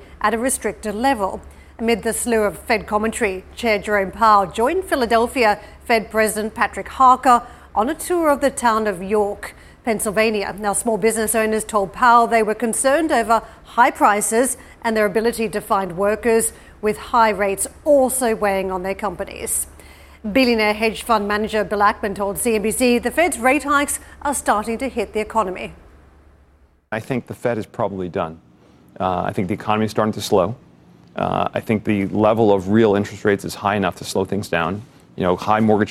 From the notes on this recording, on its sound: We are live at ADIPEC in Abu Dhabi